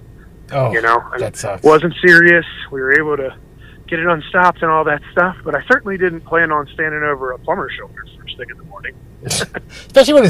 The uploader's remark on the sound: The sound quality for this podcast isn't great. Were both in parking lots during the recording of this podcast.